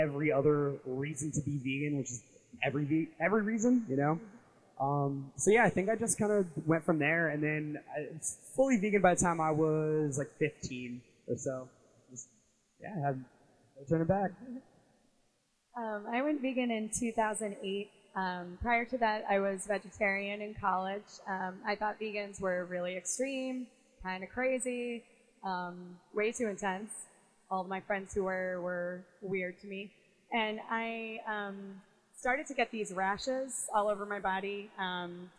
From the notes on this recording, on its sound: The audio quality is passible. Live at Syracuse Vegfest! We did our best to record the Vegan Bosses panel we did at Central New York Vegfest in Syracuse, NY in mid October through all the wedding chaos.